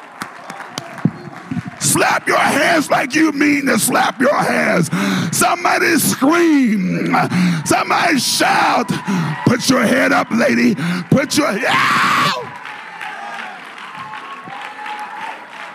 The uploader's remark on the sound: a service recording from Connect Point UPC